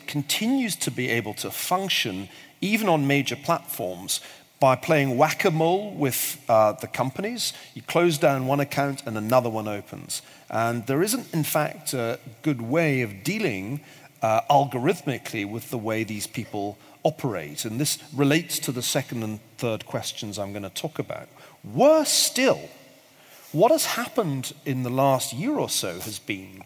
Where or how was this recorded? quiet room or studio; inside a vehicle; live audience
live audience